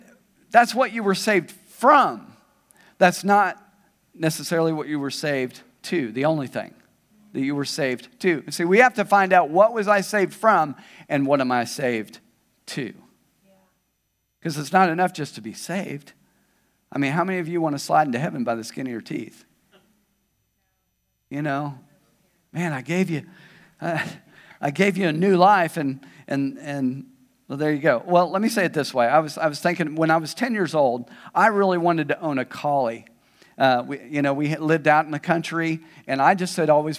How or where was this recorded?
large echoing room